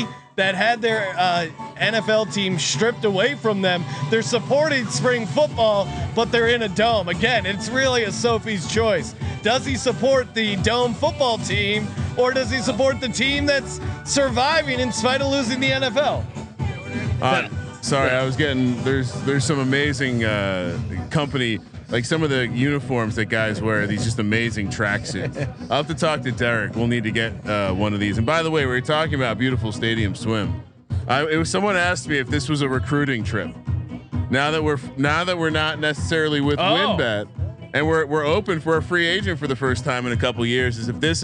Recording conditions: busy venue